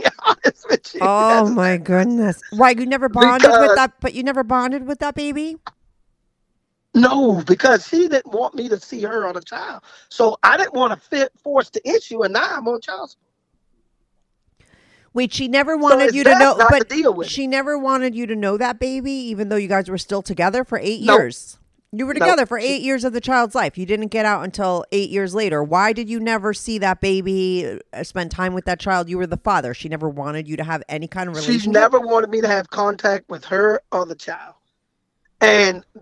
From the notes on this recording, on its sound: He called in to talk all about it.